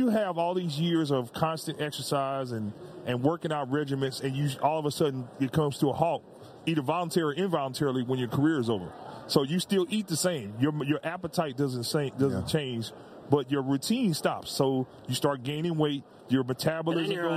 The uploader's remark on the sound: Live from Radio Row in Las Vegas as he prepares for Super Bowl LVIII!